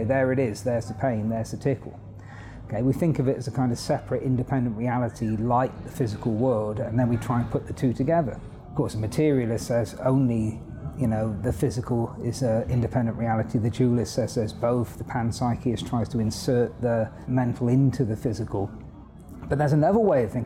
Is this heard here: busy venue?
yes